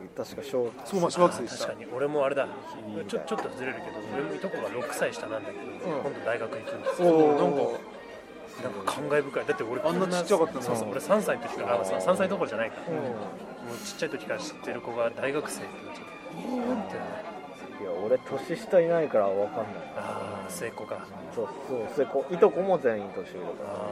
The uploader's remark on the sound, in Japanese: 今回も都内某所某ファミレスで収録しています。